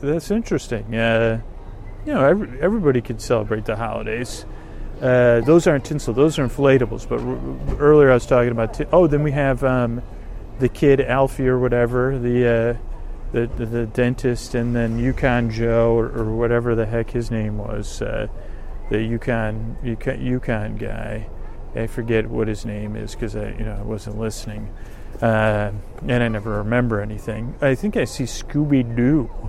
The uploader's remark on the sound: On Location from Christmas Tree Lane. Recorded on location it does contain background noise, car sounds, music and people chattering. A east bay holiday lane.